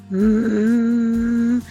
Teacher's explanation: Wenn ich es so mache wie der andere Kandidatfachin auf ein Mmm, dann ist der Kehlkopf dabei und das ist dann sozusagen stimmhaft